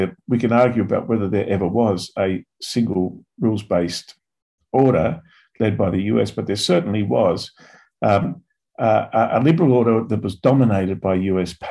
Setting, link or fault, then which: link, video call